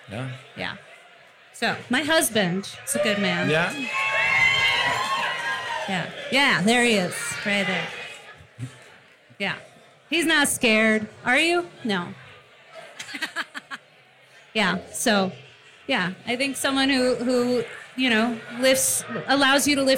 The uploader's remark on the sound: Recorded live at Number Thirty Eight in Denver.